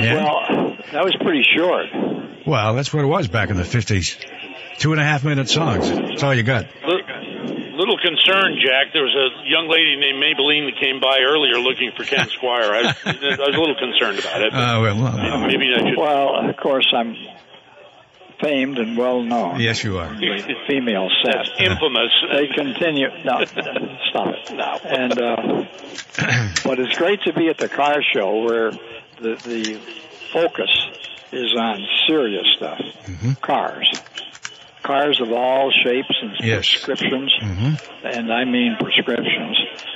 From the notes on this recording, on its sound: live from Farr's Field at the Antique Car Show